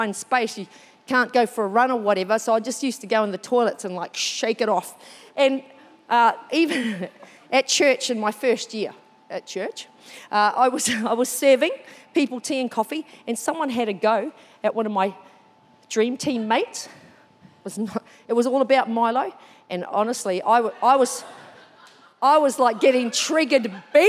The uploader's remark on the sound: This was recorded during our 9am service on the 6th of November 2022